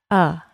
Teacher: To produce the short U, the tongue is lowered once again. The body of the tongue is relaxed and set low in the mouth. It sounds like uh.